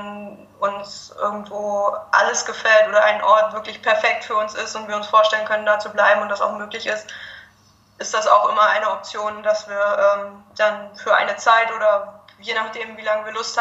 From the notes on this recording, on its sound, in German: Im Wellenrauschen Podcast, den ich via Skype führte.